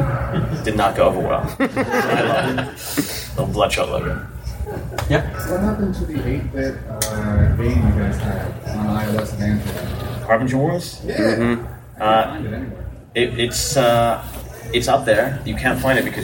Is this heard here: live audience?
yes